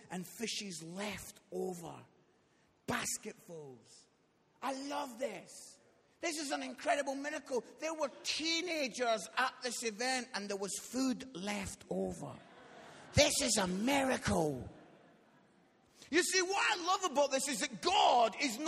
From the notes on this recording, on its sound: Recorded live at Life Church on Sunday 15th July 2018.